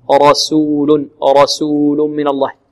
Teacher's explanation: الراء مفخمة والسين مرققة